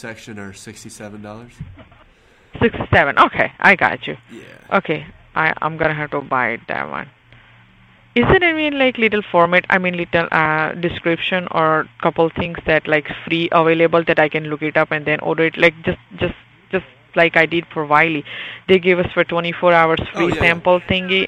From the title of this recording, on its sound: Live Calls